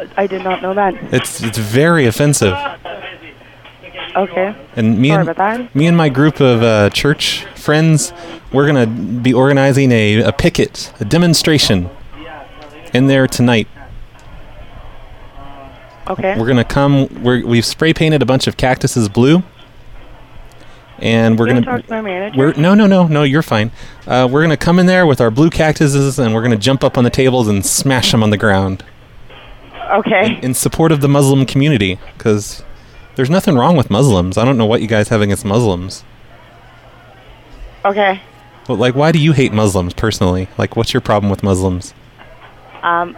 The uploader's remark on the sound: …'s Personal Prank Phone Calls Collection.